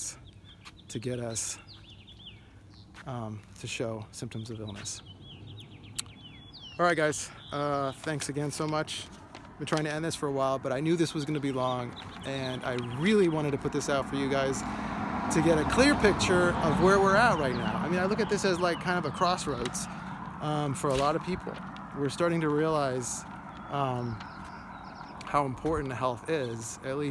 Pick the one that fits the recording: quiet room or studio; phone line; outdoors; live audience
outdoors